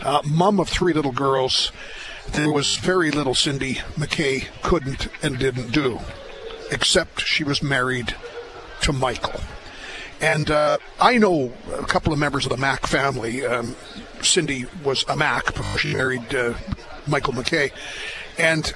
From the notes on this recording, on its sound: live from the 52nd Canadian Western Agribition in Regina